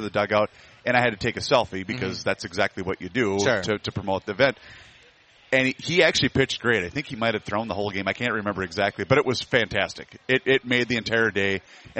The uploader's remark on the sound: live at the MN state fair